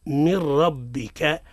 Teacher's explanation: حكمها الإدغام من غير غنة ندغمها وما نغنوش ده ما نقولوش من ربك هذا خطأ الصواب هو من ربك